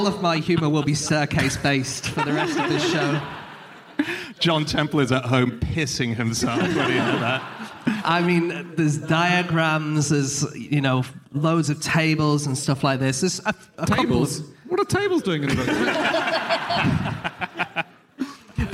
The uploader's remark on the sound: Live from Edinburgh